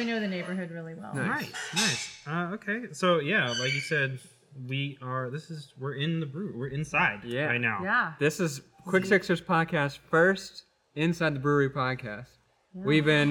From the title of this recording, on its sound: Live! From MacLeod Ale Brewing Co.